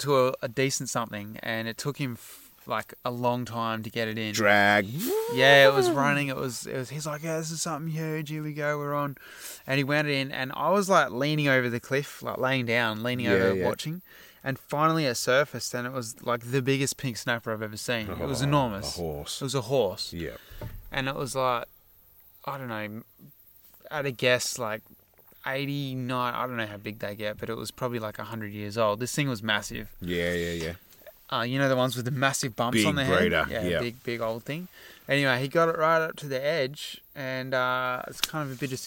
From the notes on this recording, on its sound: This week we recorded in the outside studio, under the night sky with the true nature sounds of crickets, night bug life and even a bull telling us to shut the heck up